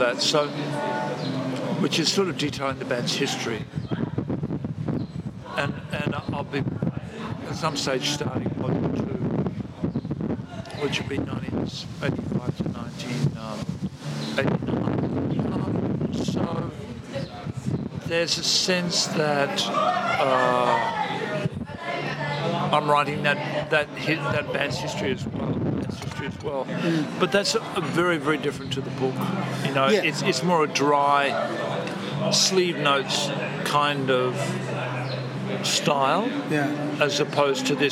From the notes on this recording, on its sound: It's not the best sound-quality, there's a bit of wind.